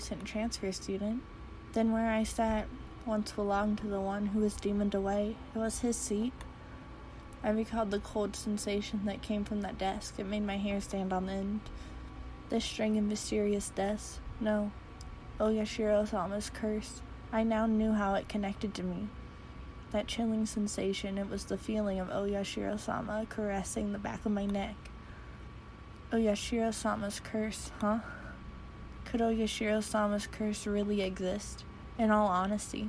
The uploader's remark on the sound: Reuploaded with the background sound